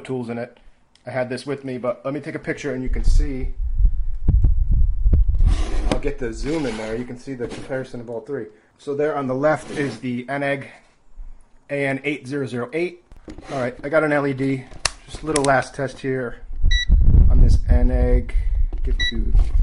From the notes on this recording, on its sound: I recorded next to an open window on a gusty day.